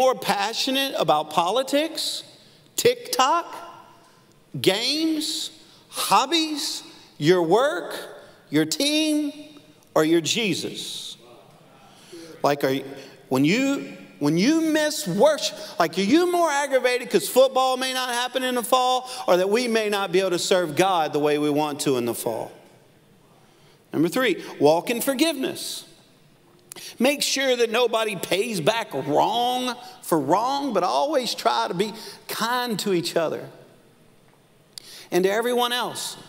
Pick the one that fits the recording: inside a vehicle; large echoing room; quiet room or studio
large echoing room